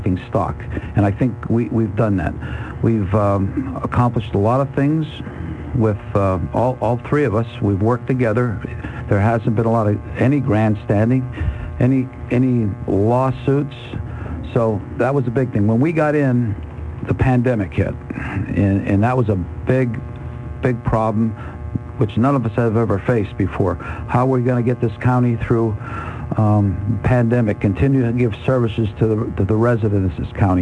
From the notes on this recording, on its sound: then open phones